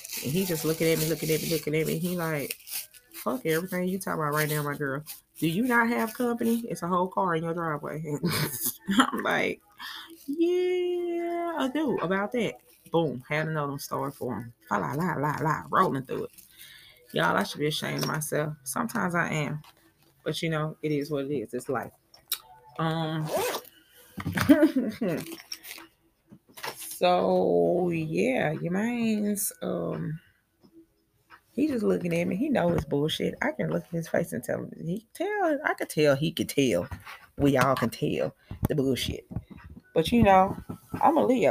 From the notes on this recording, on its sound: Excuse the background noise & dolla sto lighter lmao